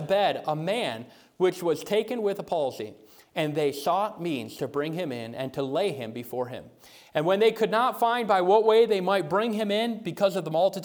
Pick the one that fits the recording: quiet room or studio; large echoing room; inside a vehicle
large echoing room